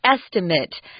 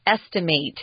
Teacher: The noun is estimate, kind of that is sound at the end, but the verb is the A sound, long A · Shown in: second take